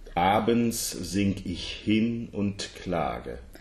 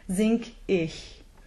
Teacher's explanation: There is a glottal, but a soft glottal.